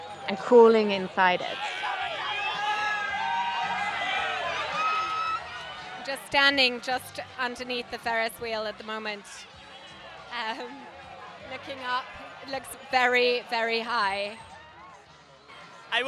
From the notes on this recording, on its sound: takes us to a festival in Taung Byone, Myanmar